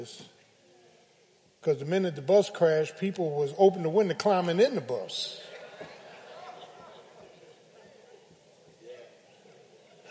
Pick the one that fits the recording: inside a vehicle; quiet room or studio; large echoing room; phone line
large echoing room